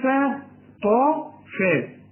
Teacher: والفاء في عموم القرآن فاء فتح وفوز وثاني ها هنقول فا طا فا يعني الطا بالمد بتاعها مفخمة